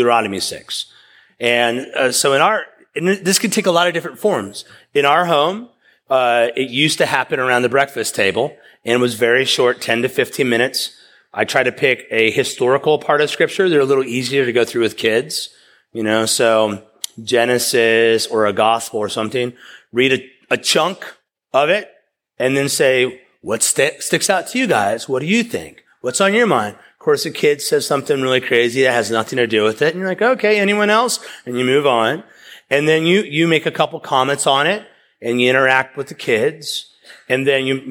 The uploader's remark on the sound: preached at East River Church